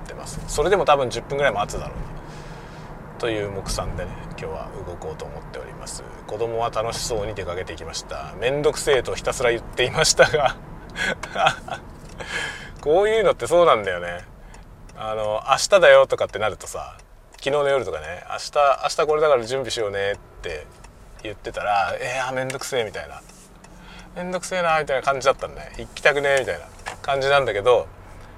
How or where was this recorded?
inside a vehicle